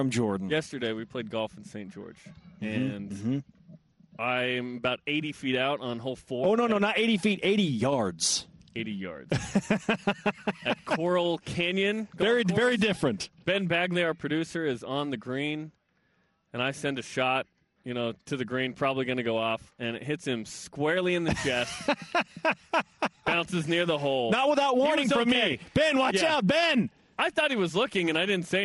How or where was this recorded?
busy venue